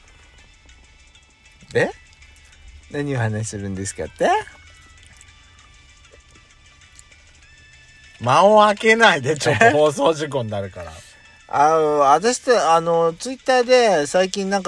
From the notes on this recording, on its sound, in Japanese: Radiotalk。パーキング収録。